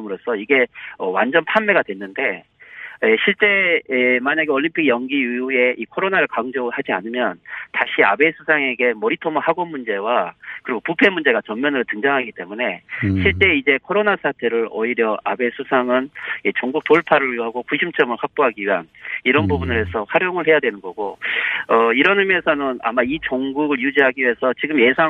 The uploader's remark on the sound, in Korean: 전화연결